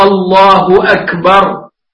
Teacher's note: وعلى العربي أن يقولها صحيحة الله أكبر بالكاف وليست بالجيم المصرية، ولا يجعل الضمة واوا